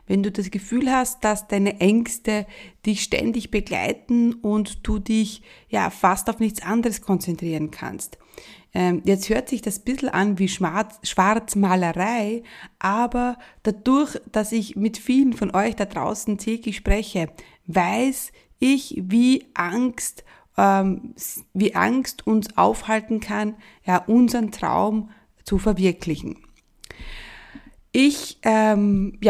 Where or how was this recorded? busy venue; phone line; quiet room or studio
quiet room or studio